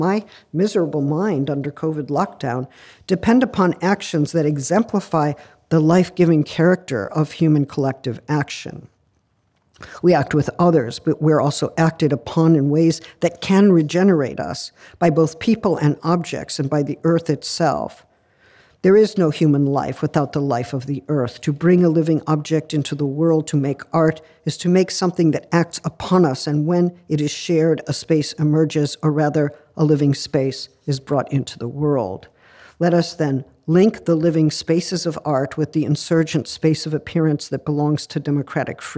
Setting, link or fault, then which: setting, large echoing room